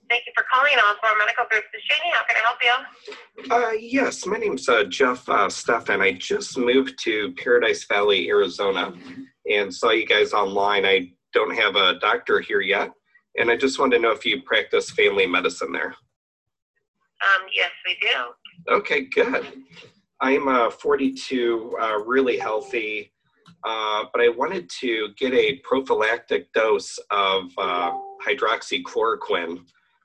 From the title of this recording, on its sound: Live Phone Calls With Doctor Offices